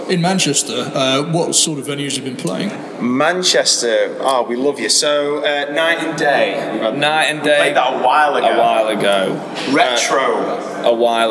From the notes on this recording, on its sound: backstage at RADAR 2023 in Manchester